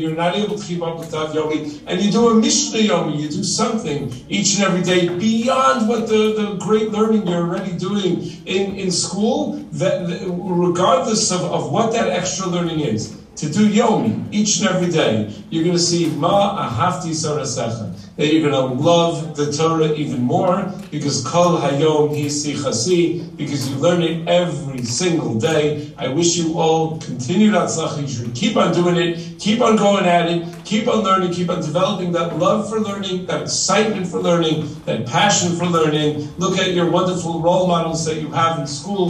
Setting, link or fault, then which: setting, busy venue